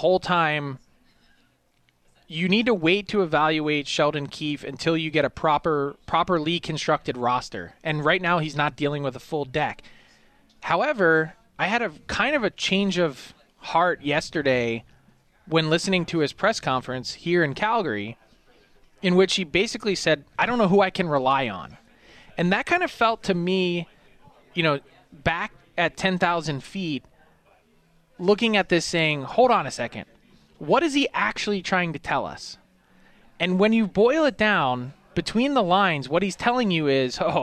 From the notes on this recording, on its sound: live from the Hot Stove Lounge